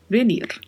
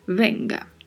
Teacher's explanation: Tem aí a letra V com leve som de B e tem o vibrato do R ao final